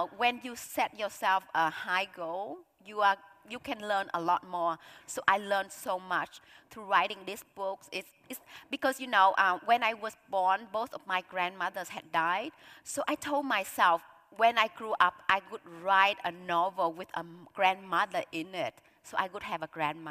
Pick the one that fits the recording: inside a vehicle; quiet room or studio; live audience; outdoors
live audience